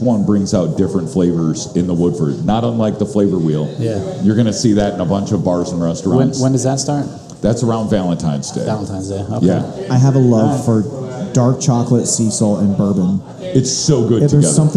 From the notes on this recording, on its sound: sit down live at Cafe Round II in Grandview